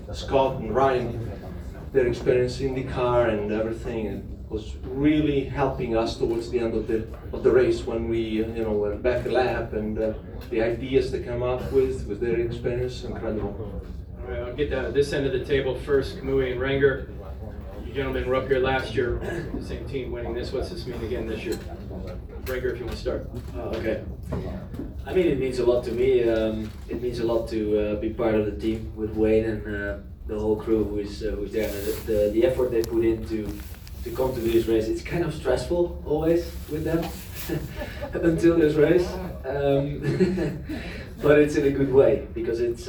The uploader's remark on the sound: Live from Daytona